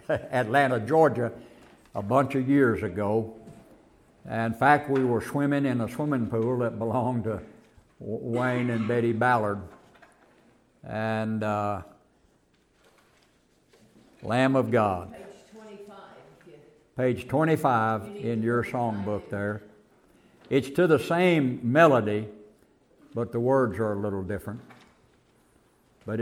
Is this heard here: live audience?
yes